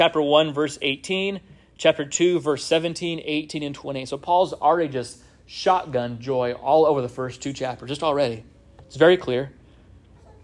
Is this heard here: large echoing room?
yes